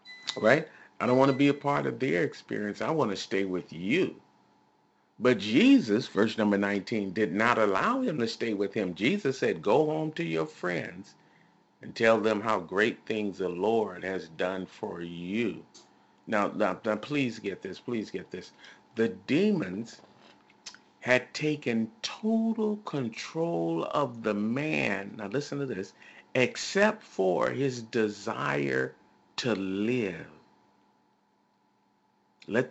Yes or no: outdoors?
no